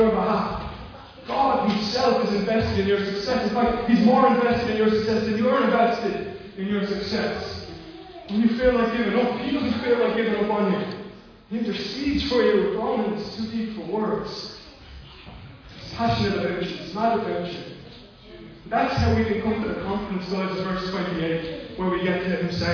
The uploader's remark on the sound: Recorded live at Liberty Church on 5th July 2020